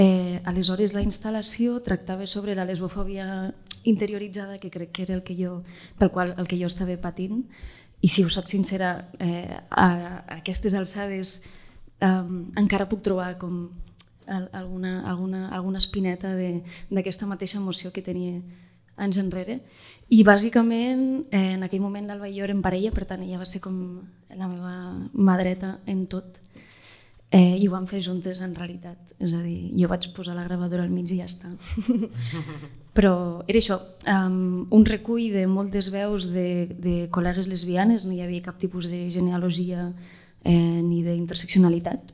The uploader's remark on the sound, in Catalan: Ens estrenem en directe amb nervis i il·lusió i ho fem des del D’A Festival de Cinema de Barcelona.